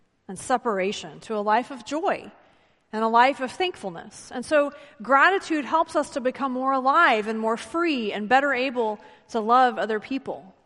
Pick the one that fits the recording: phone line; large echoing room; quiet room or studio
large echoing room